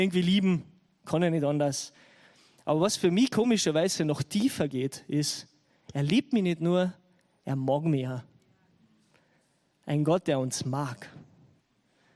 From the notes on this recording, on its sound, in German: Gottesdienst live aus der LIFE Church Wien.